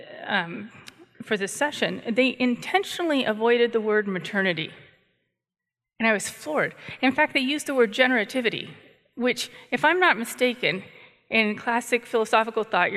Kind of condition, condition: setting, live audience